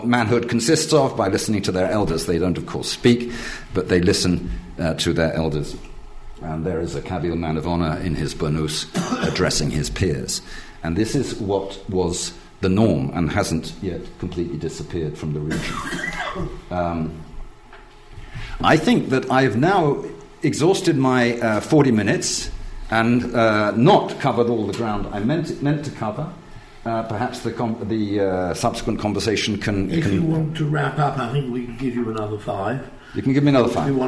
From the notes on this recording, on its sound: In this lecture and book launch